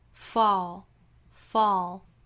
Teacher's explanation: 注意这个词最后有舌侧音，所以舌尖要去抵上齿龈发 fall.